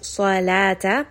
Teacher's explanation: Sad is going to be heavy. Lam here is light, so make sure you don't make that heavy. And we are not going to say salata.